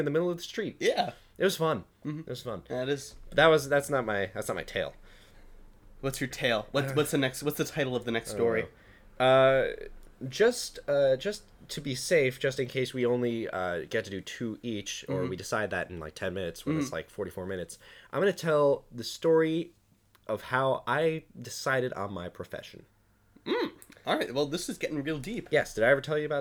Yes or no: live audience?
no